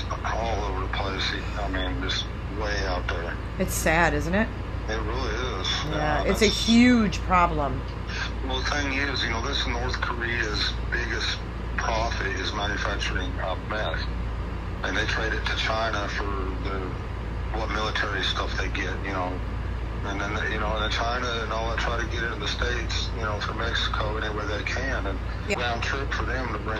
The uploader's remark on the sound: phone calls